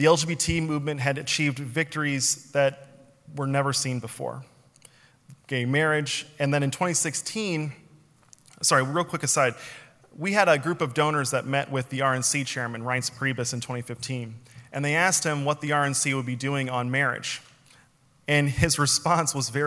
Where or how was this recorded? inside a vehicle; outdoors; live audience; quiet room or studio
live audience